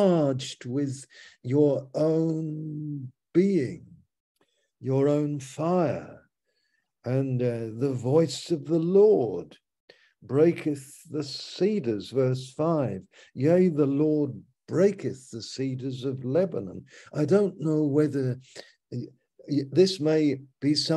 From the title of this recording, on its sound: Malaysia Meets (Zoom)